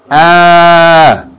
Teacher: That means that we're pronouncing Hamza with fatha elongated by aleph. So it's going to be pronounced ah.